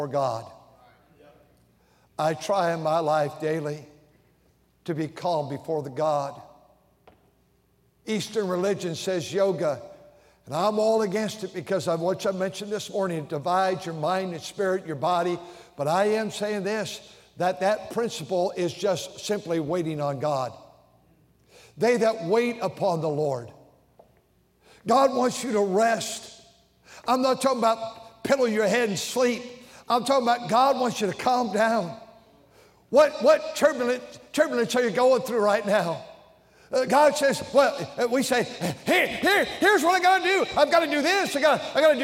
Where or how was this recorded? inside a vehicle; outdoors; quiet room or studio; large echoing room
large echoing room